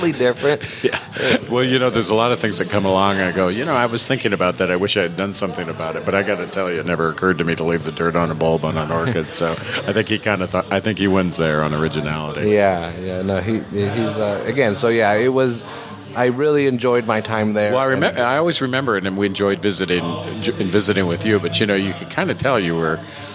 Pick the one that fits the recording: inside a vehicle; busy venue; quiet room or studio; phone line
busy venue